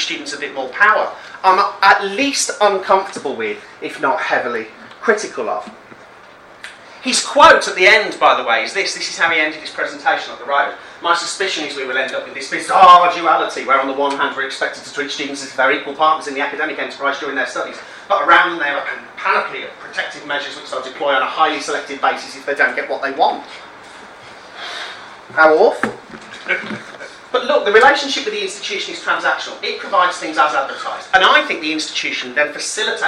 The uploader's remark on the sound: speaks at the SRHE Student Experience Network event Student Unions and the Changing Nature of Student Leadership in the UK